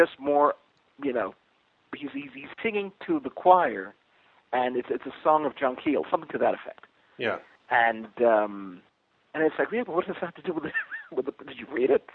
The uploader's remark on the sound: We recorded this show as a phone call on August 8th.